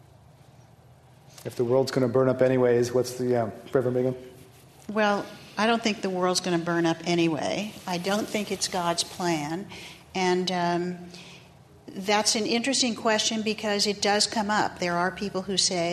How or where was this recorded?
live audience